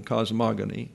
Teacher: It's an accent on the second syllable